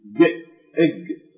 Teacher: وأيضا بهذا الوصف تكون بعدهما أي بعد الغين والخاء إلا أنها مجهورة والكاف مهموسة، يعني القاف الفارسية أو القاف باللهجة العامية العراقية هي الحرف المجهور من الكاف، الكاف تعتبر مهموسة